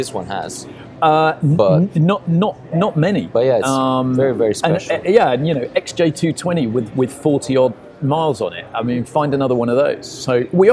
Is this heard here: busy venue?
yes